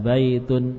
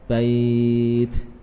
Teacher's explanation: Baitun, kalau wasol kan dibaca baitun, ya. Kalau waqaf bait, tanwinnya tidak dibaca.